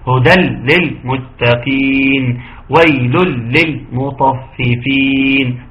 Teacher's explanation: بنطق التنوين بالحرف الثاني اللي هو اللام · Term: ادغام